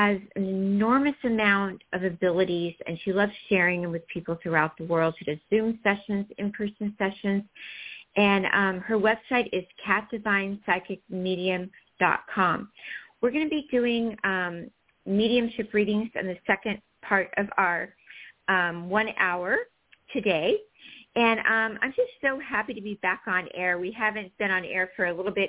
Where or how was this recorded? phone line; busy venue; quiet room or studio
phone line